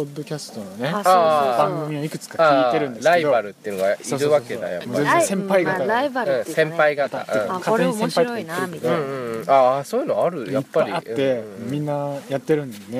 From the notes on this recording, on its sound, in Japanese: 本栖湖で月夜に照らされ、富士山を見ながらの収録です。